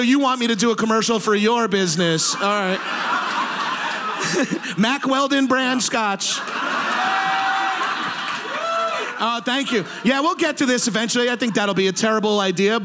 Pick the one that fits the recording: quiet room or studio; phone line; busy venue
busy venue